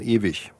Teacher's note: Das deutsche IG wird ICH gesprochen, ewig. Oder auch 90 ist falsch.